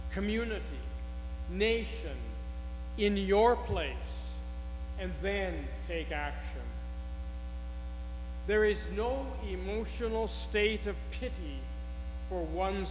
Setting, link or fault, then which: fault, hum or buzz